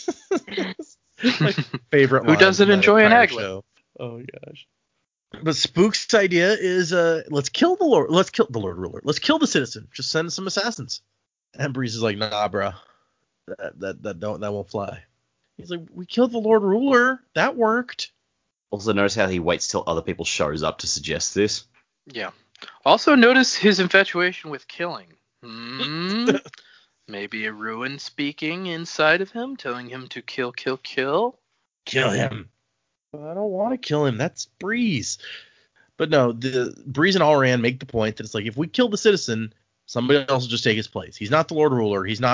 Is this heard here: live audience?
no